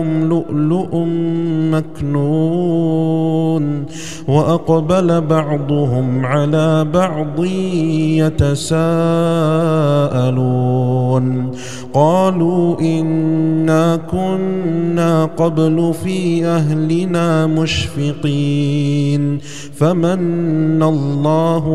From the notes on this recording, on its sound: recorded at Green Lane Masjid, Birmingham, UK.